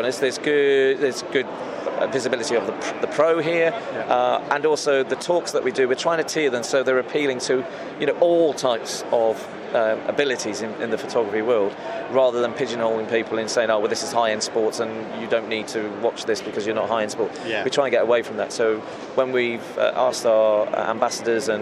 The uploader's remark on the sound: Live at The Photography Show & Video Show. The much anticipated Photography Show and Video Show at the NEC in Birmingham, UK. We had access to chat to some of the exhibitors.